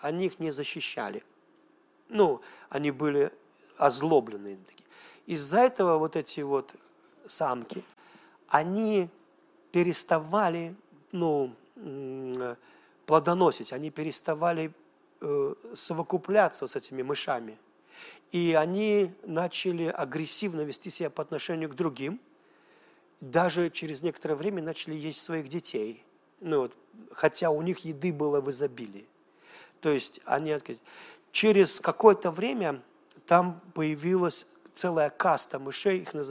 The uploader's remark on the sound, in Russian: Запись с молодежного служения из Церкви Божьей города Ярославля.